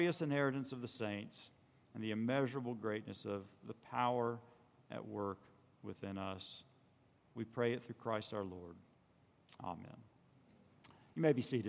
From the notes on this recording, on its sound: On Sunday, June 16 at Redeemer Presbyterian Church in Charleston, SC, we heard the Word preached from Rev.